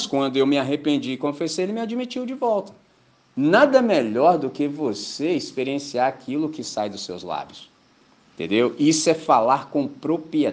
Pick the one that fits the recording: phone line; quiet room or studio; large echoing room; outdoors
large echoing room